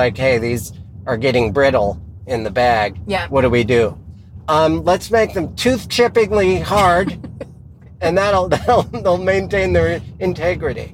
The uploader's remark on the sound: In the Car